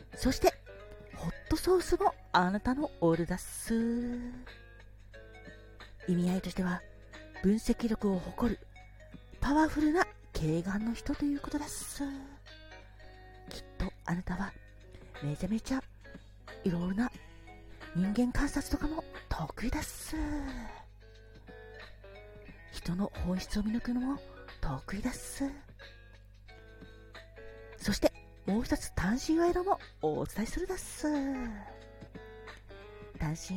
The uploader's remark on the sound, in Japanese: 最後、雑音が入ってしまいました…消せないのでこのまま配信させていただきます。